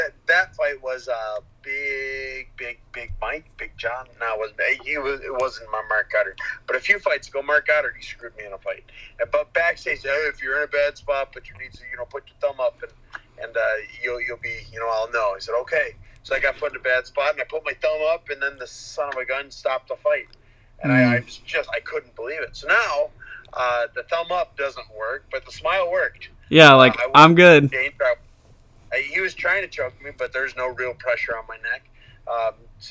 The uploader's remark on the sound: Interviews UFC Light Heavyweight over the phone.